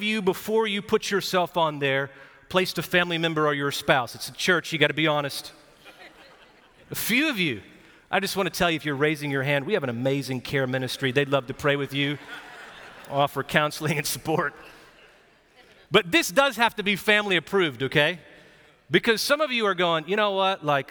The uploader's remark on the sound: Recorded live at Brookwood Church on 4.23.2023